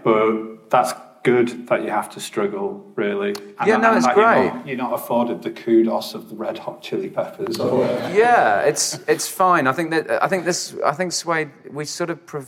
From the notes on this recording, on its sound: live at The Rio Cinema in London